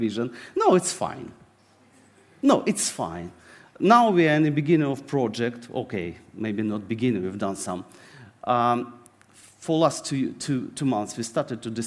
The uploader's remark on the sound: This sermon was recorded on Sunday 10th September 2023 at our Putnoe venue.